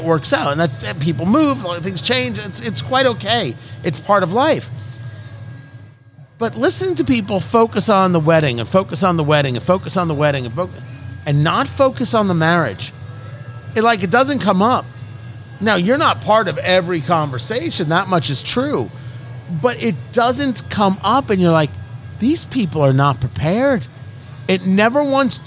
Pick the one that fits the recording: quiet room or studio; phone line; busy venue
busy venue